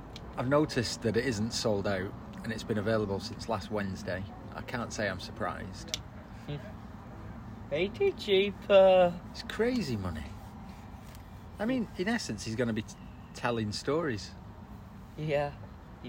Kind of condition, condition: setting, outdoors